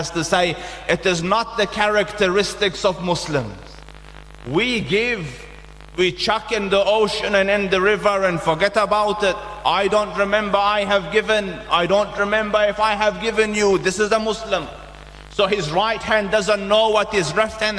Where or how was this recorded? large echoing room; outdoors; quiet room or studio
large echoing room